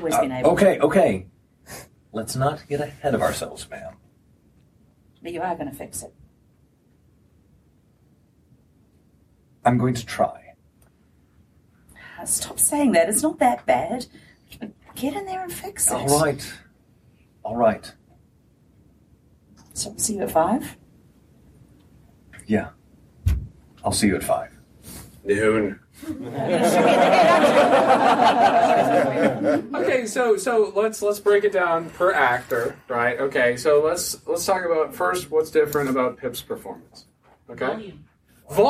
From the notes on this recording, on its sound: Balticon Bonus Episode 1. This is a panel from Balticon 49, entitled Dynamic Voice Acting.